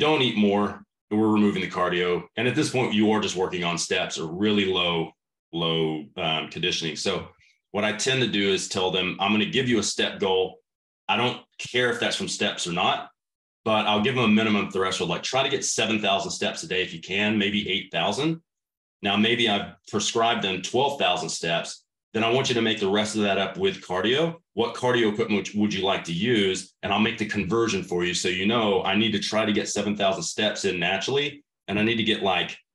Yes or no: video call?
yes